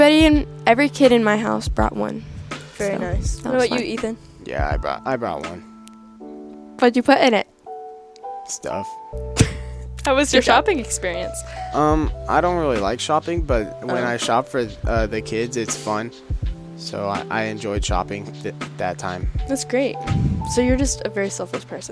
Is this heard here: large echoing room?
no